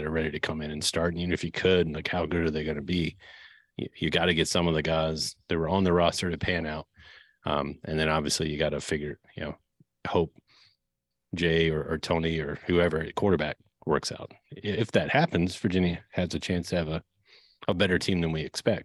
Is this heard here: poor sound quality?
no